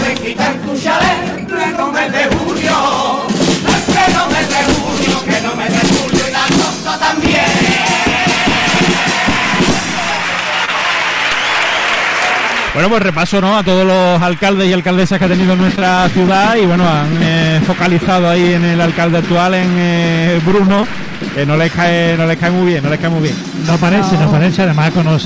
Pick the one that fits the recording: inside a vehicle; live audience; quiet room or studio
live audience